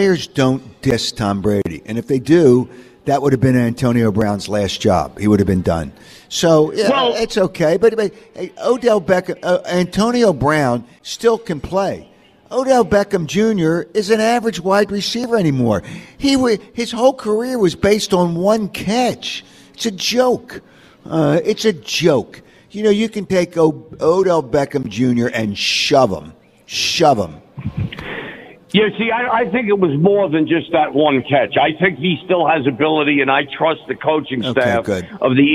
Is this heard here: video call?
no